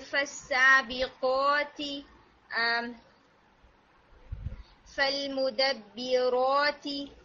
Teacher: تا میں تھوڑی ایئر بلو ہوتی ہے اور با میں نہیں. تو جیسے اب یہاں پہ یہ اکٹھے آ رہے ہیں بہت ہی، اگر آپ کہہ دیں گے تو وہ لائک با ہی لگے گا.